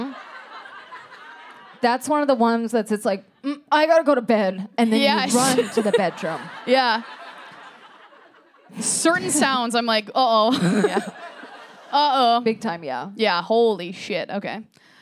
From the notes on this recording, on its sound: live in Los Angeles